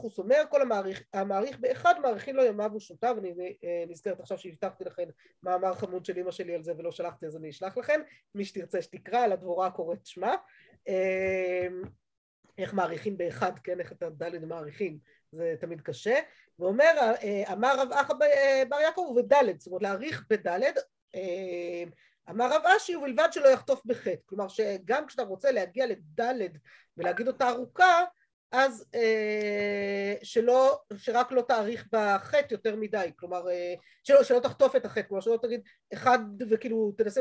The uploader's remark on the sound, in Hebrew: השיעור הועבר והוקלט בזום בחודש אדר א ה'תשפ"ב.